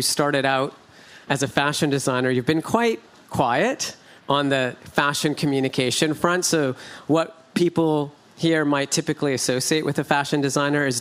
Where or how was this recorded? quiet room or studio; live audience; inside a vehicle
live audience